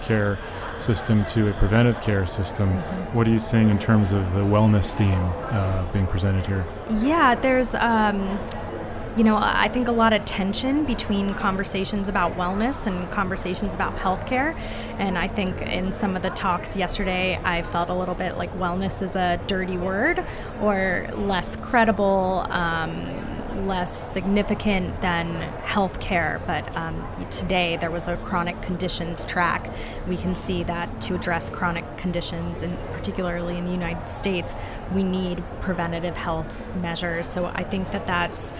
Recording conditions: busy venue